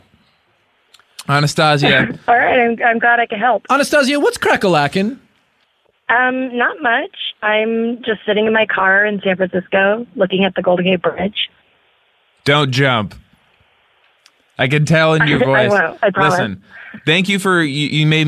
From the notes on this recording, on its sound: Call-in episode. Listeners call.